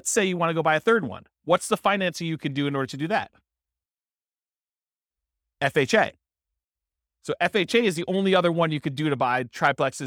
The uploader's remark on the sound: This was a live class recorded